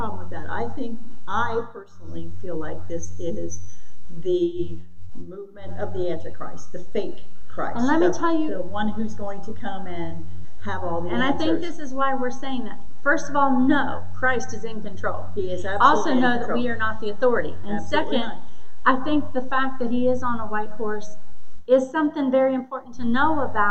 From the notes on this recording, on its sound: Originally recorded on 4/23/2022 at Addison Free Will Baptist Church.